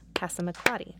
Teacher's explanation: The place where you clap the next most often, the pa, is the secondary stress